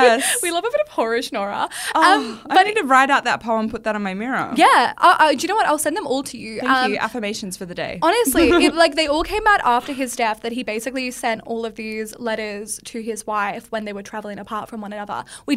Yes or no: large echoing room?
no